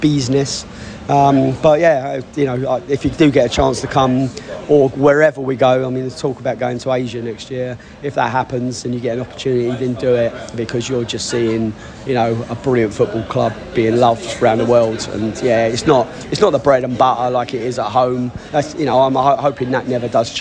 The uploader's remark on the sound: Brentford US Tour. Post-Match Washington podcast from the stands.